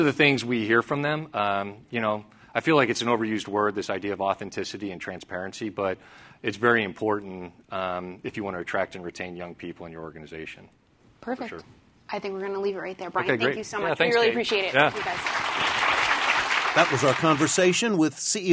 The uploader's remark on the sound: At CNBC’s “Evolve” conference